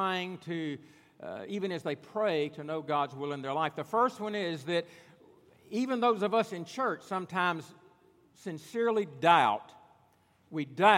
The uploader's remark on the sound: At Redeemer Presbyterian Church in Charleston, SC.